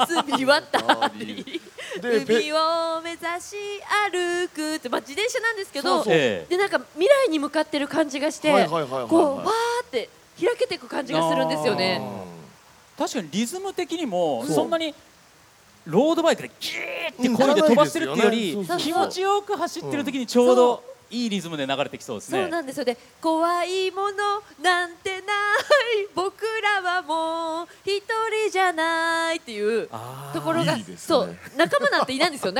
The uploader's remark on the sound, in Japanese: 公開収録の模様をオンエア。ゴールデンウイークに東京・豊洲で行った公開録音の模様をお送りしました。